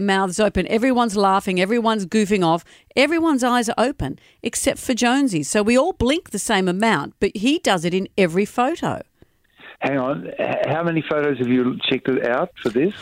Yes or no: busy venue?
no